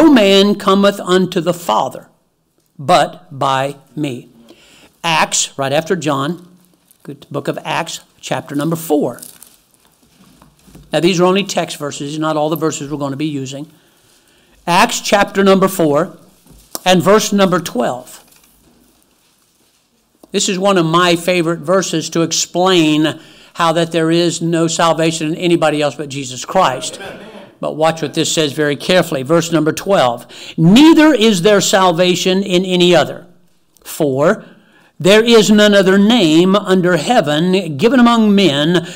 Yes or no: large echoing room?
yes